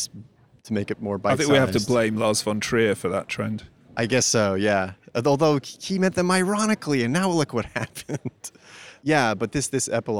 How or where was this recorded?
outdoors